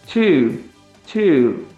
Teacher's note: você tira um pouquinho de ar e fala tio. É um, um som mais seco.